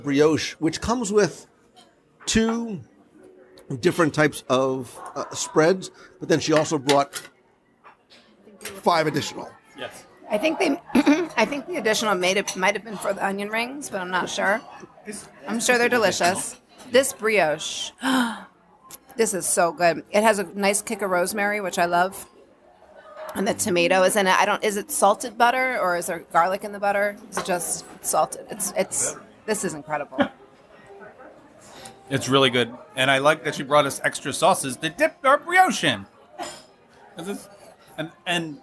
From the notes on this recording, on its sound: Live Review of Steakhouse 71. At the newly-opened Steakhouse 71 at Disney's Contemporary Resort for a live review of this family-friendly steakhouse.